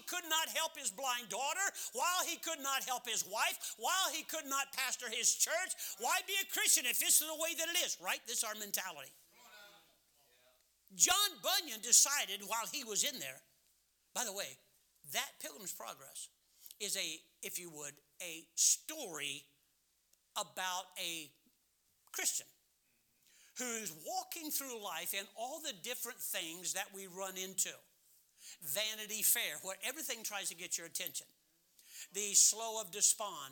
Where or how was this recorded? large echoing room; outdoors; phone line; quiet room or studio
large echoing room